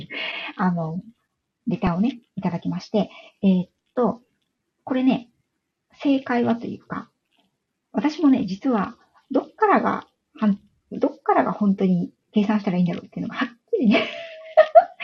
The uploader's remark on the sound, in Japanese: 今朝はライブの状態が不安定で、 音声やBGMが聞こえづらく申し訳ございませんでした